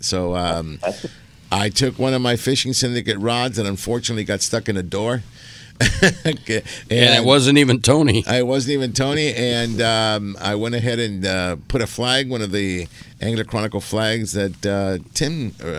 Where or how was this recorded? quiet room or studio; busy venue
busy venue